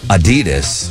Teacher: I put a slight emphasis on the first syllable